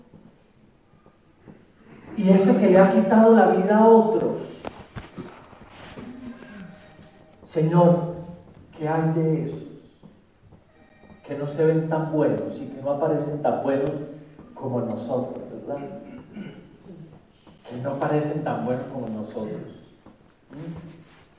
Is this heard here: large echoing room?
yes